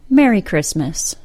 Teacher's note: don't try to add a T sound into Christmas. It's not there. The two syllables are Chris-mas.